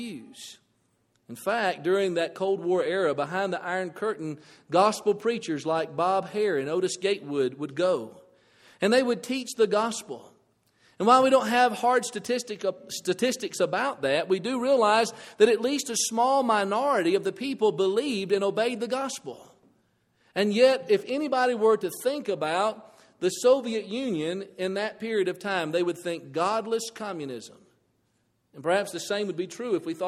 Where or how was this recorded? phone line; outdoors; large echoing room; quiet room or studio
large echoing room